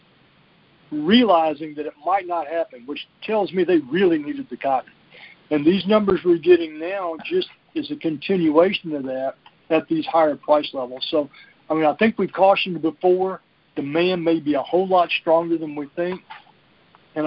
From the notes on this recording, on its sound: Monthly Conference Call